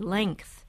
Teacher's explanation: some people say length without sounding the G